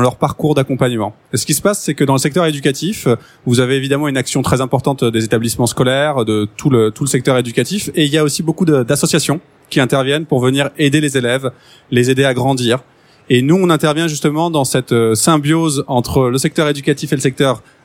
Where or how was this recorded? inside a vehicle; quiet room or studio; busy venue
busy venue